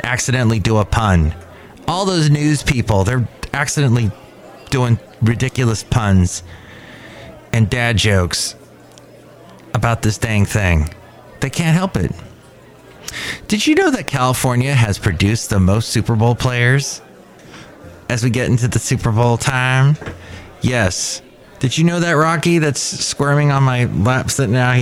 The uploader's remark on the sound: podcasts live from Cafe Anyway